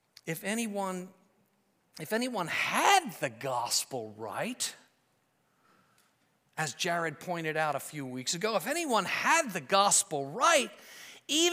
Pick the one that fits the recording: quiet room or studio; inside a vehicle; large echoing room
large echoing room